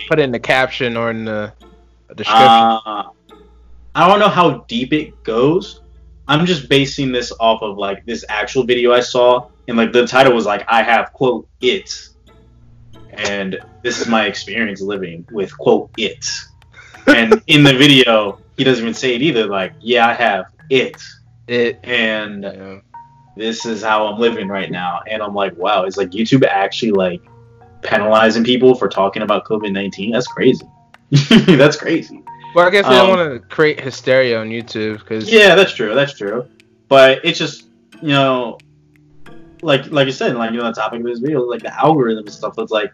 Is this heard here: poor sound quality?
yes